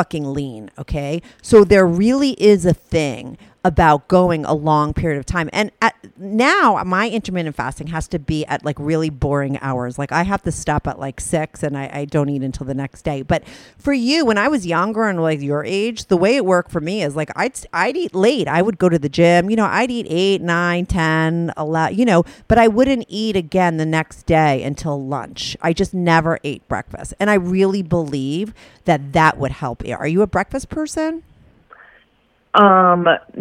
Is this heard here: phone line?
yes